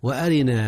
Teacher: ترقيق الراء هنا يا أستاذنا لكسرها